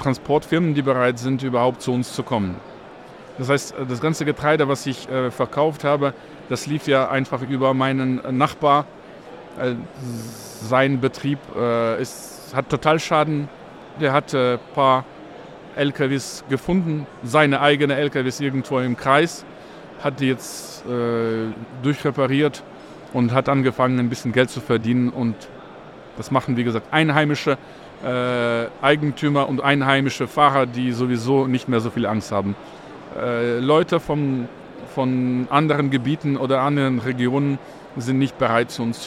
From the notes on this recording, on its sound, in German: live auf der Agritechnica